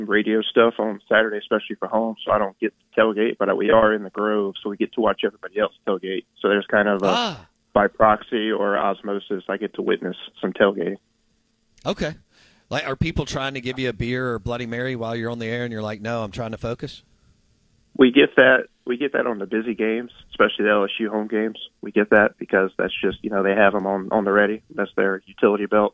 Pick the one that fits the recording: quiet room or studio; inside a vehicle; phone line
phone line